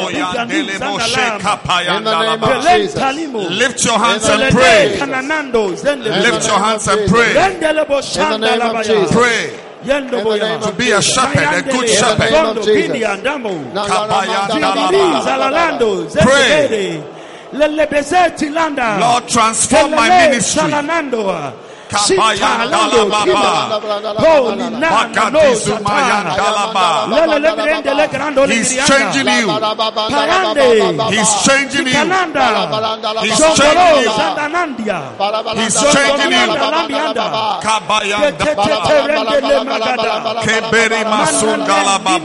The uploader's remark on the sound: Preached at a Healing Jesus Campaign Pastors' conference in Drobon, Ghana on the 11th - 12th of December